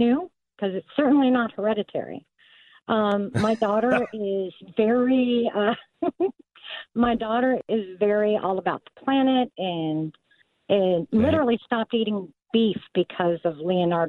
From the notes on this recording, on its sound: Take calls from his audience